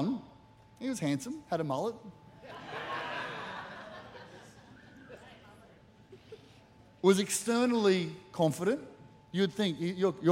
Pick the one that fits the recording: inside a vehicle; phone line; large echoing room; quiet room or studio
large echoing room